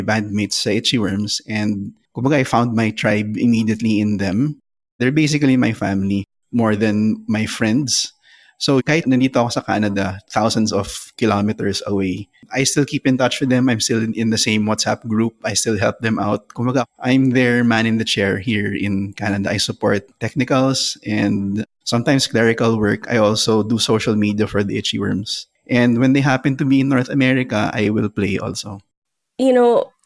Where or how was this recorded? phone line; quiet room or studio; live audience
quiet room or studio